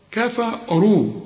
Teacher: كل الكلمة دي مرققة عدا الراء، كفروا، وانت عارف ان الكاف والفاء دول مرققين، كفروا.